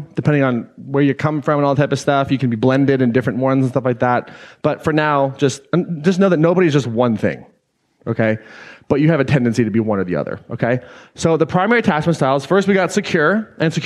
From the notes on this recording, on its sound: Today’s episode is an excerpt taken from Claim Your Power Live 2019.